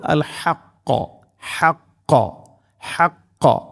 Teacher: ഹാ തൊണ്ടയുടെ മധ്യഭാഗമാണ് അതിൻ്റെ മഖ്റജ്